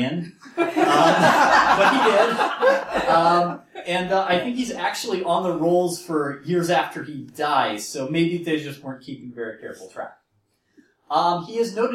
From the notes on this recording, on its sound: This guest talk was recorded at the Museum of Witchcraft and Magic's Ritual Magic conference in May 2018.